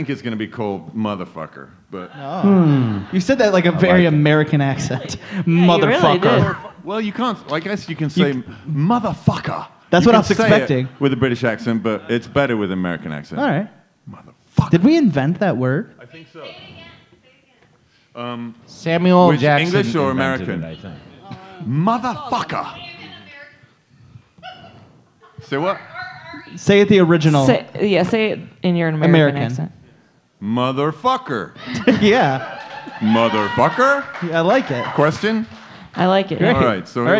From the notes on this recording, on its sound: LIVE at The Planet Ant Podcasts Launch Party. To celebrate, we went live at Ant Hall!